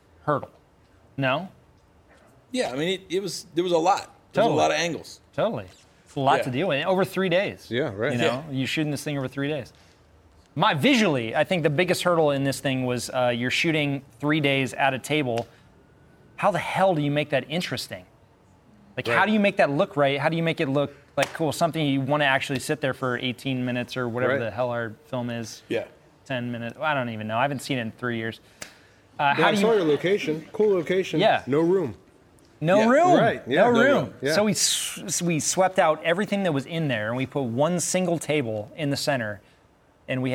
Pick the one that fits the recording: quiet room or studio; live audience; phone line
live audience